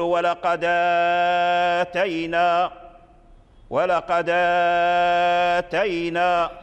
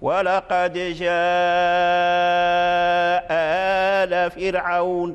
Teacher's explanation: وجه التوسط يعني مد زائد على القصر، مد التوسط هو المد الزائد، أي المد الوسط بين المد الطبيعي والمد الإشباع، سمي مد الوسط لأنه صوته متوسط، لا هو مد طبيعي ولا هو مد زائد بين المدين.